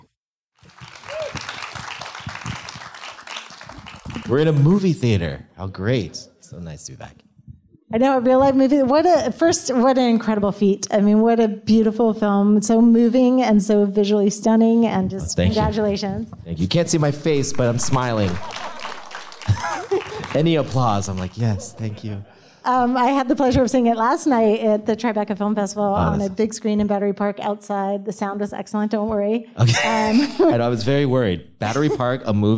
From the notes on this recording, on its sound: in a spoiler-filled Q&A at the DGA theater in New York